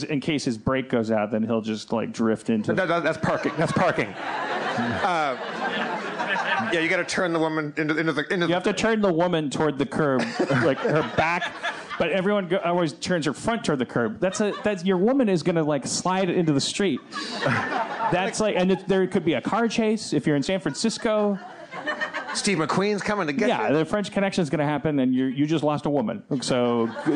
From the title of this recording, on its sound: Live From The SeeSo Launch at the New York Television Festival 2015